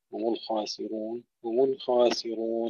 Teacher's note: ترقيق اللام وترقيق الراء لورش